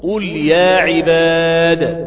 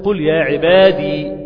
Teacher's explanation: يا عبادي الذين آمنوا، عند الوقف عليها قل قل يا عباد، بقلقلة حرف الدال محذوفة الياء فيها مش ثابتة · Shown in: first take · اوعى تقف عليها تقول قل يا عبادي، غلط، ده الموضع